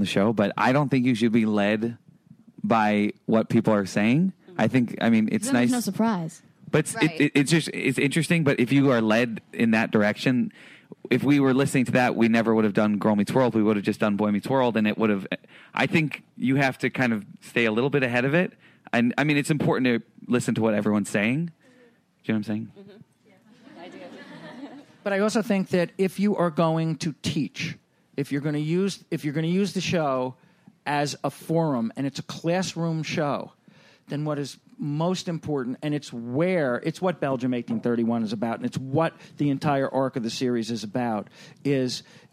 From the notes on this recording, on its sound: Recorded at ATX Television Fest in June 2015.